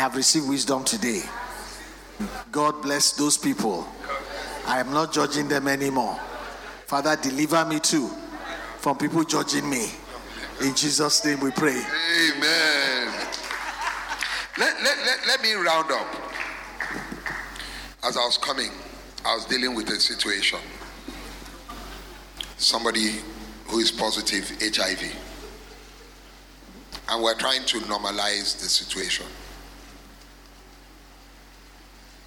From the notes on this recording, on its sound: Recorded Live at our MidWeek Service